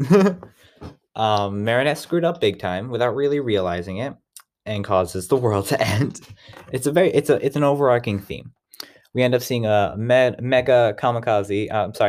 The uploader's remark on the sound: This may not be one of our best recordings, but it is still fine so I'm uploading it anyway.